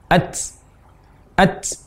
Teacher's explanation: mengucapkan hamas huruf ta atau aliran nafas pada huruf ta menjadi desis. · Term: suara desis